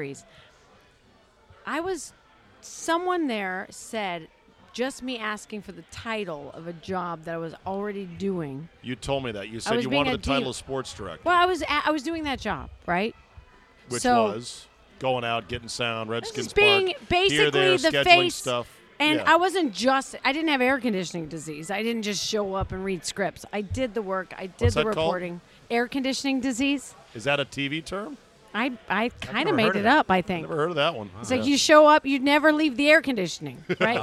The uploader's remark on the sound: Recorded at DC Prime Steakhouse in Ashburn, VA.